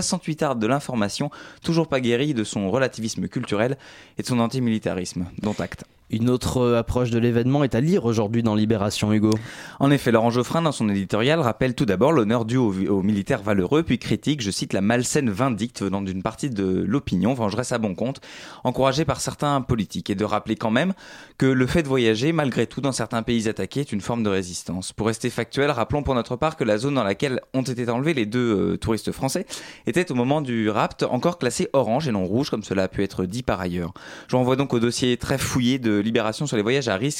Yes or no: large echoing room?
no